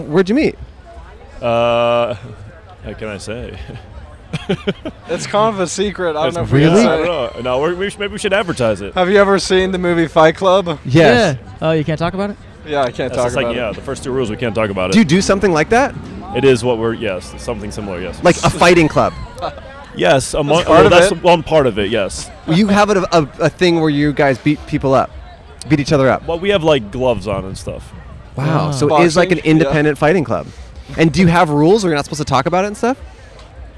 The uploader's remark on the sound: Nightlife in Austin. Recorded 4/21/2023 on E 6th street in Austin, TX.